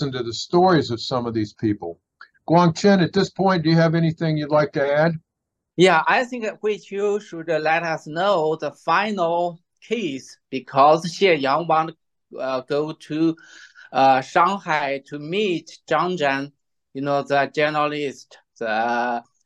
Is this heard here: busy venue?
no